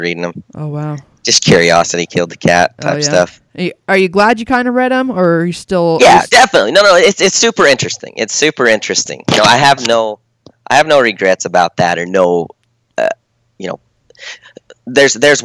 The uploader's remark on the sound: call in to do an interview